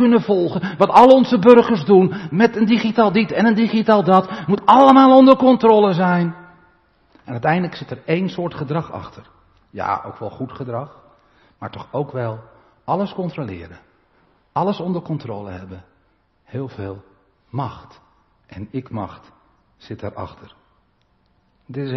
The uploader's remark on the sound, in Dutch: De preek is op 3 juli opgenomen in de Maranathakerk te Groningen.